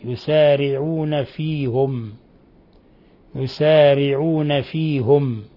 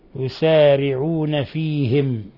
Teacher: قرأ يعقوب بضم الهاء · Shown in: first take · يسارعون فيهم، يسارعون فيهم، وقرأ الباقون بالكسر يسارعون فيهم، ويكون يعقوب قد انفرد بهذا الوجه عن سائر القراء، فتسعة من القراء قرأوا بالكسر كحفص فيهم، ويعقوب قرأ بالضم فيهم.